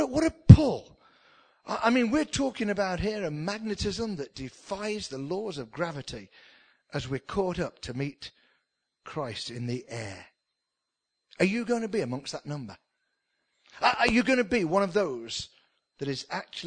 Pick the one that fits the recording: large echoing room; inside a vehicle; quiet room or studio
large echoing room